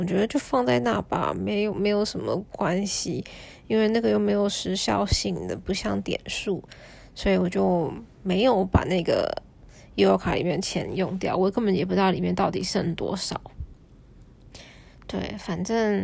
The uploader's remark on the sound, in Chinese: 手機錄音大概聽起來會很糟糕。開頭一句話還莫名其妙消失。